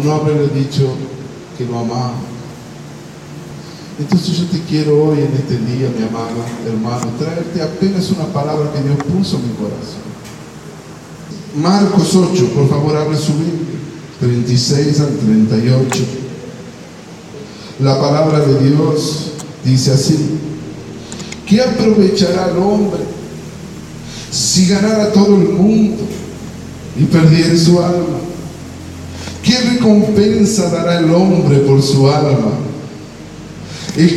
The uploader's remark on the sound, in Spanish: una predica ministrada en la Iglesia Santuario de Fe, en la ciudad de San Miguel de Tucuman